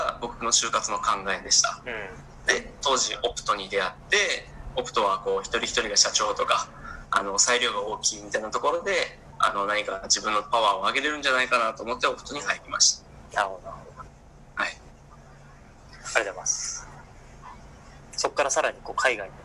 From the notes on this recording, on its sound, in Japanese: この番組初のZOOM収録です！(ジャカルタ↔千葉)。